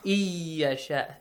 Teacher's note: The nun is merged into ya.